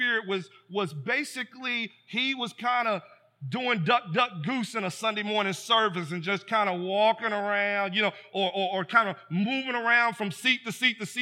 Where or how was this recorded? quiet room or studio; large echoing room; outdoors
large echoing room